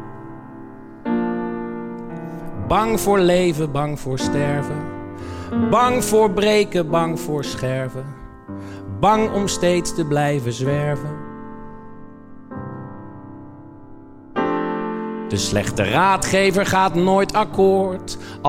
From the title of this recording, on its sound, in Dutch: live in de Kleine Komedie tijdens PepTalk #116